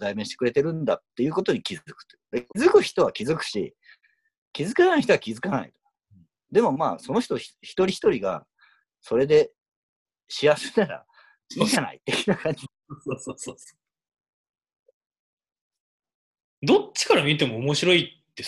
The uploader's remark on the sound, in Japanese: 今回もリモートで収録しております。